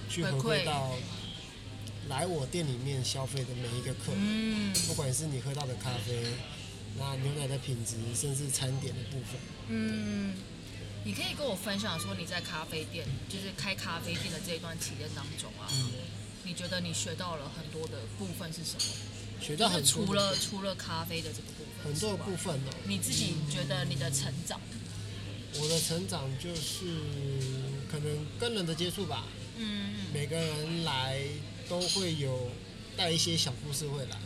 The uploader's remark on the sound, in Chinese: 位在信義區市政府站，「CAFE Start 」咖啡外帶店。這集節目我嘗試了在咖啡店裡面錄製。第一次做了這個小嘗試，原本期待有自然的咖啡廳環境音應該還不錯！但實際上錄製的音質的確有點“超乎我的預期”啊…（笑）。